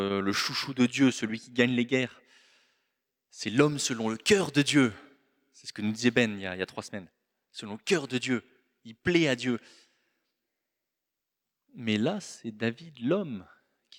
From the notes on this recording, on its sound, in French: Enregistré à l'église CVV, le 18/02/2024